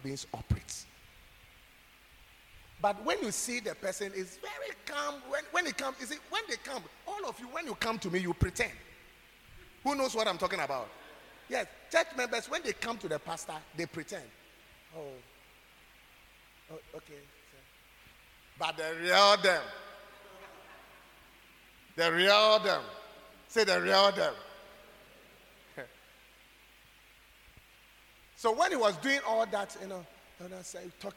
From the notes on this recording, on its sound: preached at God's Haven Ministries, The Purpose Assembly on Sunday 16th July, 2023.